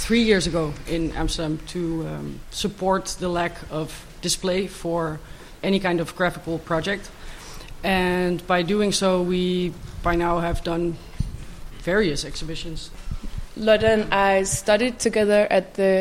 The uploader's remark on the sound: Live at Chaumont International Design Biennial. A live recording of a conversation we had in front of the audience at the Chaumont Design Biennial.